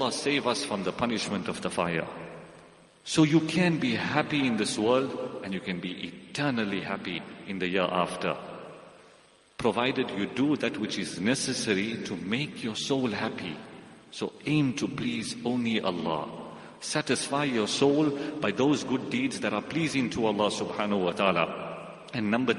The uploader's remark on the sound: Jumuah lecture